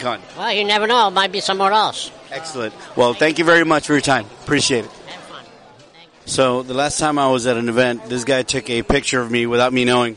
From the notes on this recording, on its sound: We traveled into the heart of geekdom and awesomeness this weekend at the South Texas Collectors Expo. While there, we unleashed the bear claw backscratcher-mounted microphone into the faces of attending celebs.